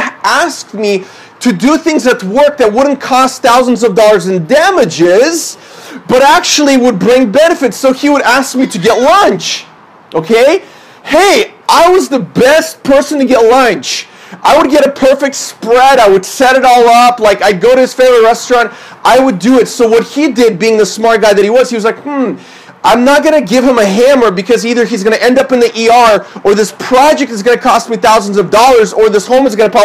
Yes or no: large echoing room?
yes